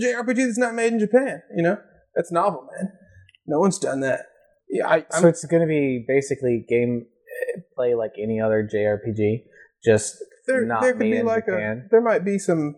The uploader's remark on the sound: This episode was one of the first we recorded, so please be extra forgiving of the sound quality.